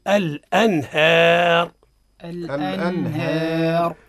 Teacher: أظهرنا النون من غير غنة · Term: الإظهار